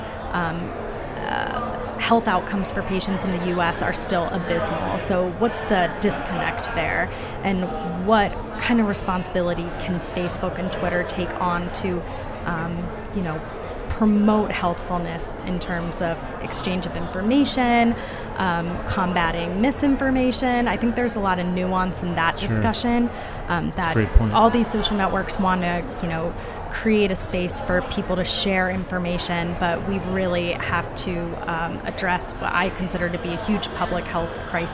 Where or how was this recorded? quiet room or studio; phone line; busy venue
busy venue